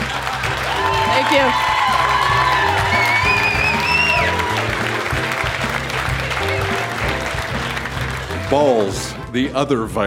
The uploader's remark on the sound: Recorded live at the Artesian in Regina, SK.